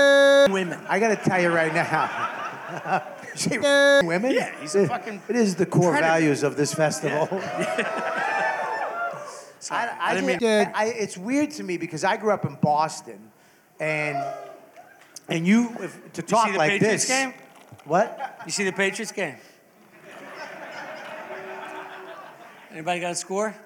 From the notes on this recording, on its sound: Live from Skankfest! Live From Skankfest 2023.